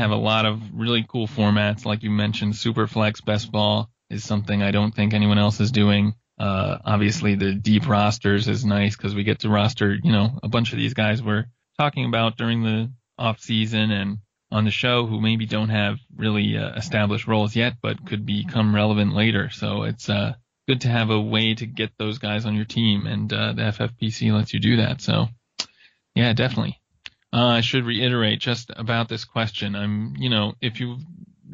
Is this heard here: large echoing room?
no